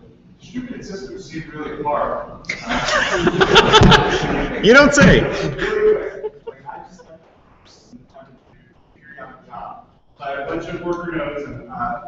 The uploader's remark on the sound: Recorded live at Strangeloop 2013.